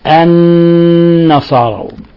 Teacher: النصارى وتضغط عليها، تضغط بلسانك على أصول الثنايا العليا وتظهر غنة من الخشوم مقدارها حركتين